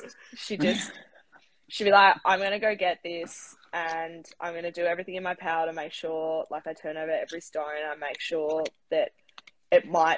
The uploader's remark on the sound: This was recorded as part of 776BC's The Movement Live on Instagram